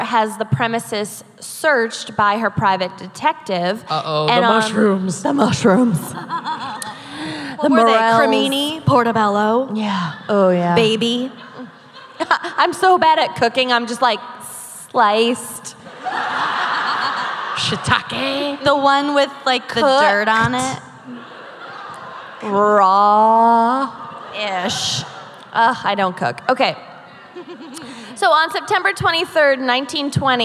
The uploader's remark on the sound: Live from Dallas. Dallas LIVE.